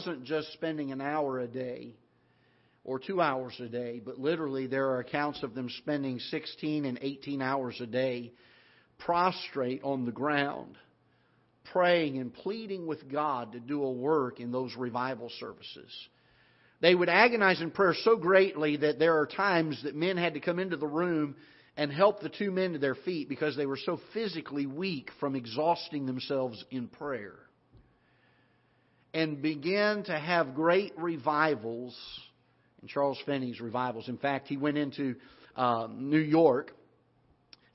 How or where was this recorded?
large echoing room